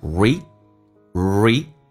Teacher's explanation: Read 长元音，嘴角往后拉一点点。E, read,当然这个 D 不发音，气流要阻塞一下。